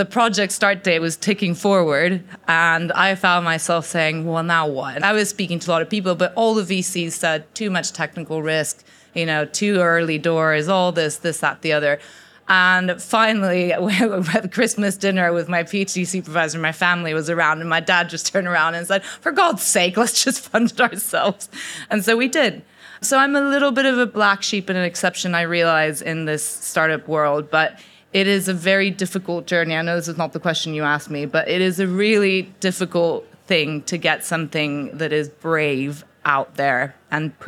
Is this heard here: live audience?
yes